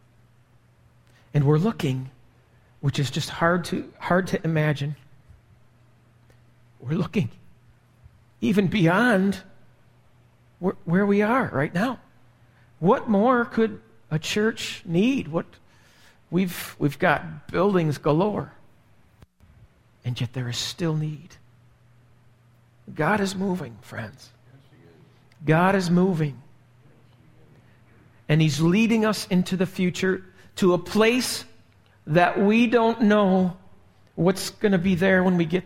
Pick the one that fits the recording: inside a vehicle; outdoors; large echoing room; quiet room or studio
large echoing room